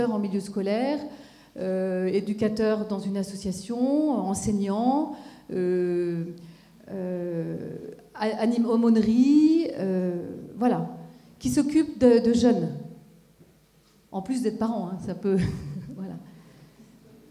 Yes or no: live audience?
yes